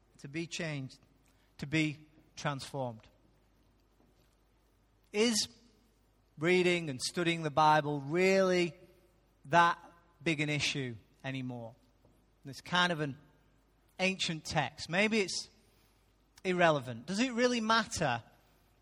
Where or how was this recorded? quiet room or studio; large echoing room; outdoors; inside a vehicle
large echoing room